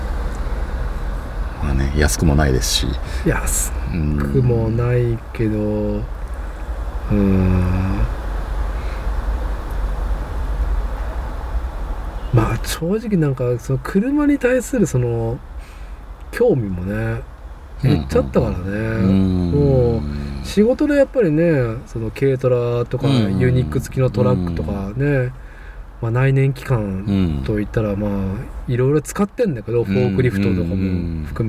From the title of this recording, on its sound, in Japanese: 屋外収録